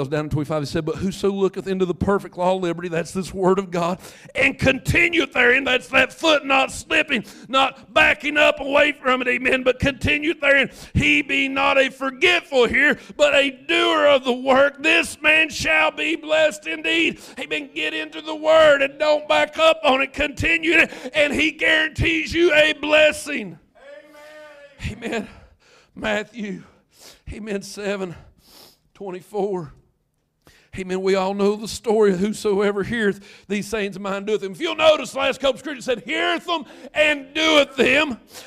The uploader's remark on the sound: first preached at Craigsville Holiness Church Labor Day Weekend 2019